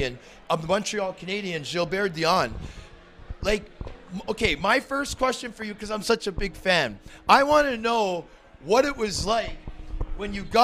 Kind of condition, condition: setting, busy venue